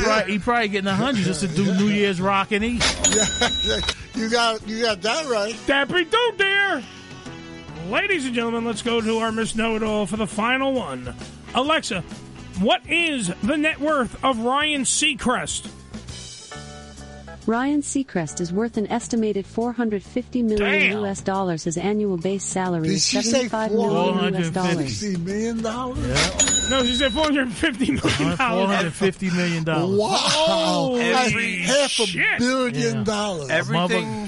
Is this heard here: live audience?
no